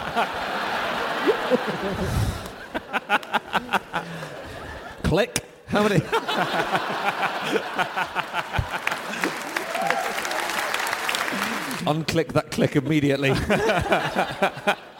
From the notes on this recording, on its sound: Live from Auckland